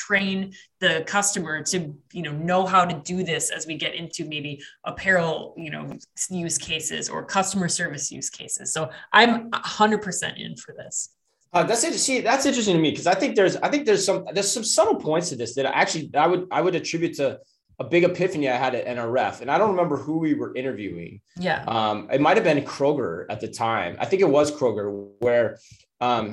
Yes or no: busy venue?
no